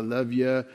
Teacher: V with an E sound because it's a vocal shiva.